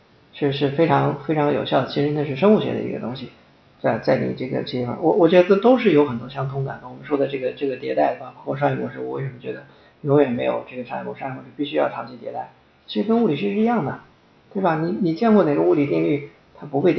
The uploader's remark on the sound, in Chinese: 本期采访时录音设备出现了状况，原始录音丢失，无法恢复，这是在仅存的采访录音孤本基础上调音、整理的，音质不佳